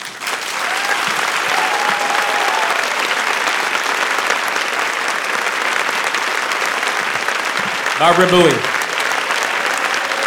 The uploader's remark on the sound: Live from New York City. In this hour, we present audio from a great live show.